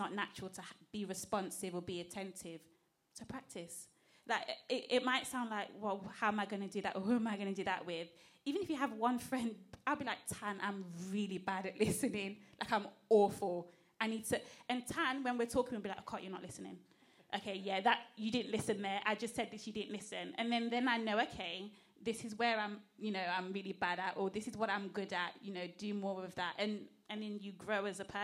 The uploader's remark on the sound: This is our second live recording.